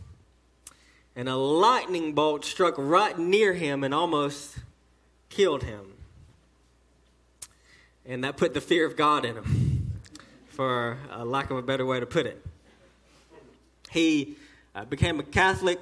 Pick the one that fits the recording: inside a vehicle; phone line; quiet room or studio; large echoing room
large echoing room